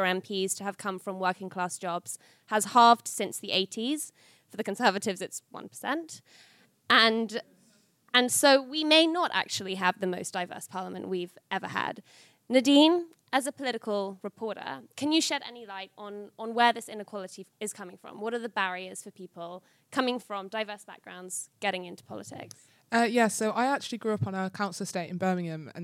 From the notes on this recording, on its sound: Coming to you from the London Podcast Festival. Debut show, live from King’s Place! Recorded 18 September at King’s Place, London.